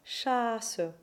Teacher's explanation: In general, we do not double consonants in French. So while these words contain a real S sound, they do not have a long S sound. So it isn't chasse but chasse, with a long vowel and a single consonant.